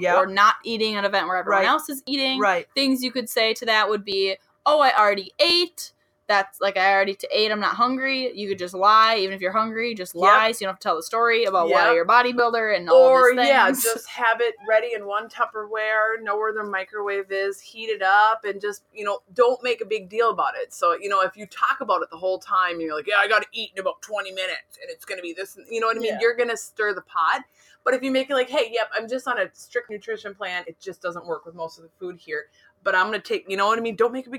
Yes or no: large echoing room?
no